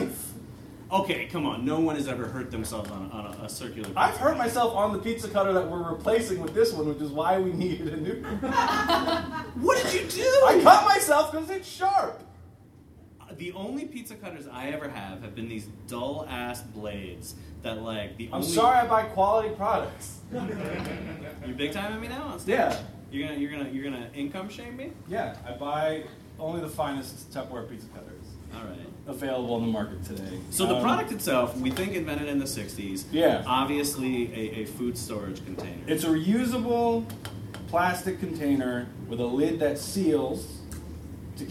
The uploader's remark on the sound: Live at the SteelStacks Improv Festival